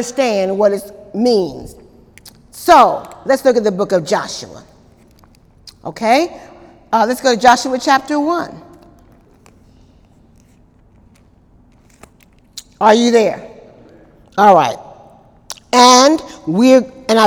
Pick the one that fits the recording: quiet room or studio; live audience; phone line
live audience